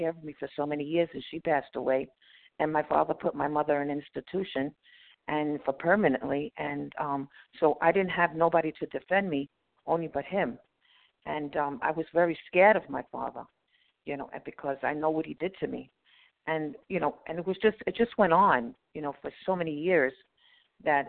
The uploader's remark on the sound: from the 100 Pounders Phone Meeting